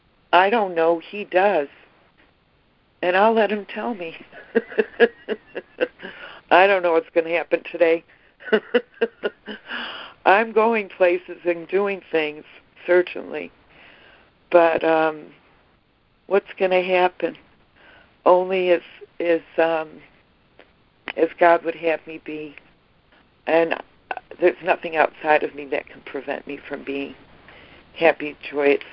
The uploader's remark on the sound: ACIM Daily Conference Call